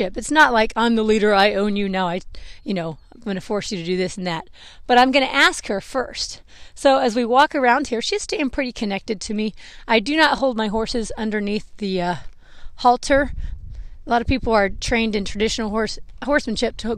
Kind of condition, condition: setting, outdoors